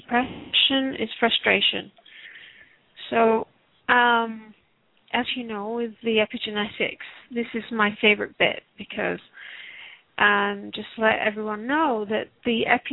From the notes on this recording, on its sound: Takes your calls for healing live today!